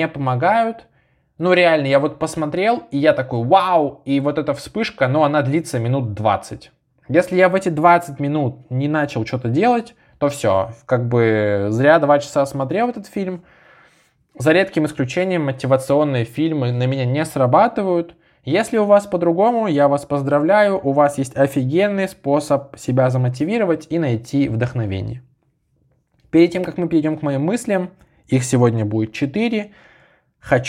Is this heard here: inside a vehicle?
no